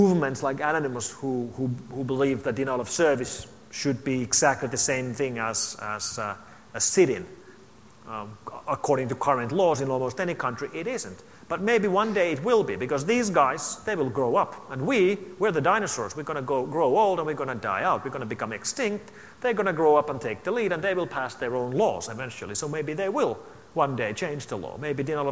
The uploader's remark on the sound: opening keynote to the AusCERT 2012 conference